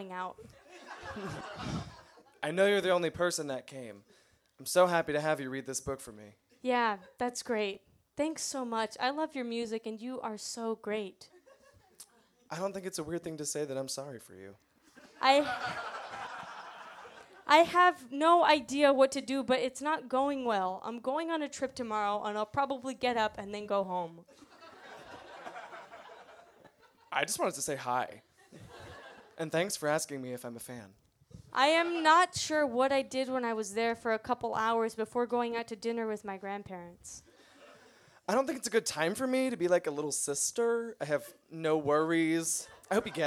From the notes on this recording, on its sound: Recorded Live at Union Hall